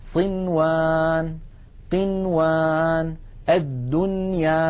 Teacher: بنون مظهرة لا زيادة للغنة فيها